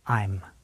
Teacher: Americans often just chop off the vowel sound in am. We combine I and am to form this, I'm.